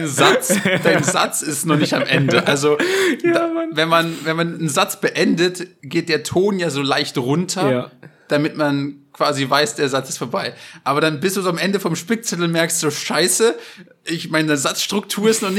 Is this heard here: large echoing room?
no